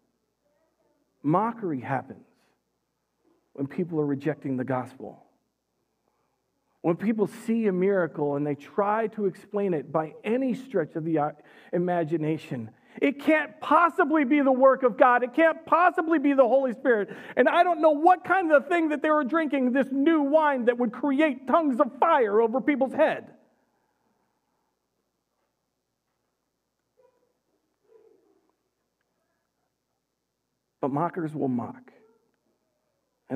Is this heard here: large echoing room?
yes